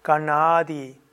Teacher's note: Hier zerebralisiert, bei diesem N gibst du die Zunge an den Gaumen.